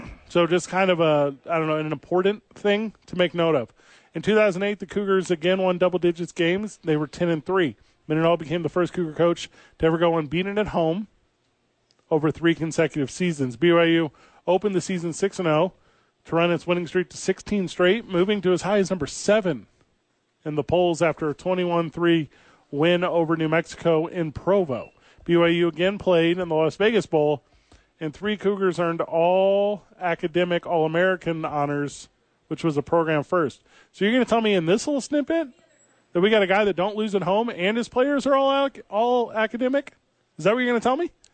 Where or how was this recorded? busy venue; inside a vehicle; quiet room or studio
busy venue